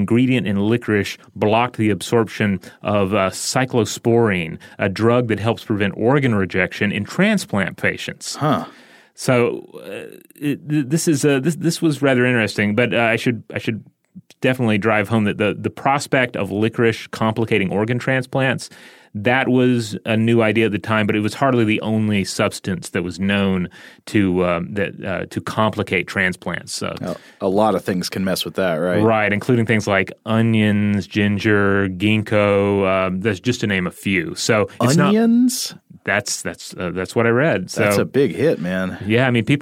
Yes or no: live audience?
no